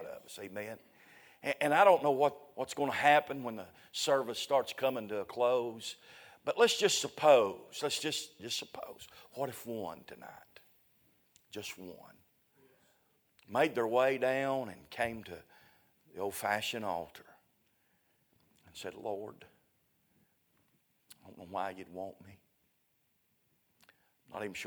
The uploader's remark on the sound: A sermon preached Sunday Evening, on August 6, 2023.